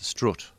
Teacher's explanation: there are Northern English versions of strut that are rounded